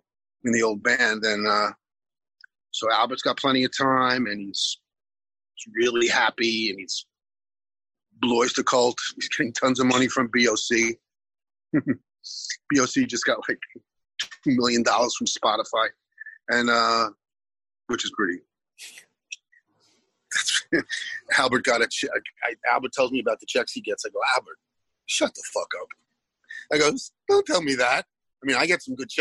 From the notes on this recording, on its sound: is waiting for us at the other end of the zoom line